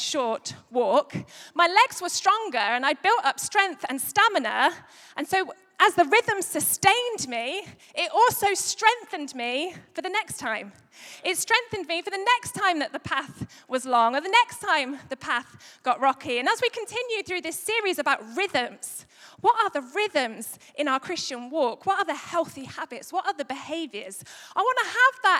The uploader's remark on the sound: Recorded live at Life Church Lancashire Sunday 1st May 2022